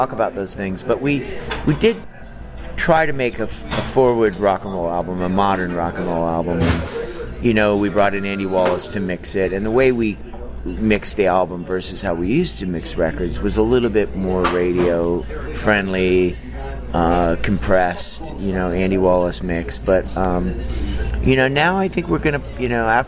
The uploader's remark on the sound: During the recent summer NAMM show, MusicRadar sat down. In the crowded bar of his hotel.